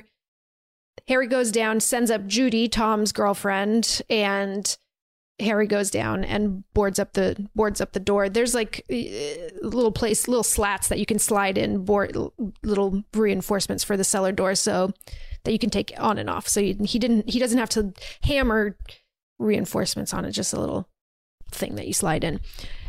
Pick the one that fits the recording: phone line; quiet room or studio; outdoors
quiet room or studio